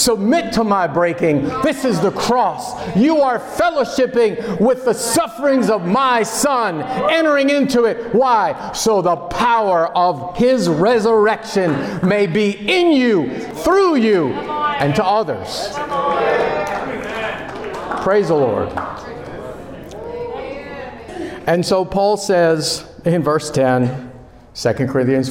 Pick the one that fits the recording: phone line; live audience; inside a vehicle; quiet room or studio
live audience